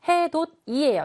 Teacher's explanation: 디귿하고 이 모음이 만나면 이 디귿이 지읒이 되고 있습니다 · Term: 구개음화